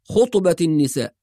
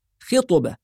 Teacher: بعض الناس يقرأها بضم الخاء · Shown in: first take · فيقول خطبة النساء، والصواب أنها بالكسر خطبة.